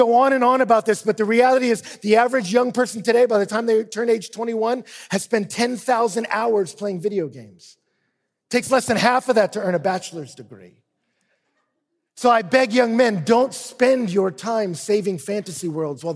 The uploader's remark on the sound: speaks at the ERLC National Conference